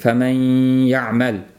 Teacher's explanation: Va g'unna bilan mana bu faman ya'mal bo'lyapti, bu noqis idg'om bo'ldi, chunki g'unnasi qoldi. Shuning uchun ya'ning ustiga tashdid qo'yilmaydi.